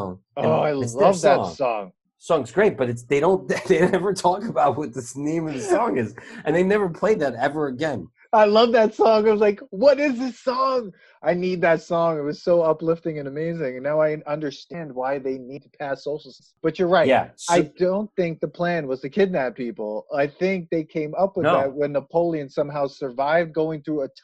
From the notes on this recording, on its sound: We recorded this on July 19th, 2020 on Zoom so there are small sound discrepancies and tech issues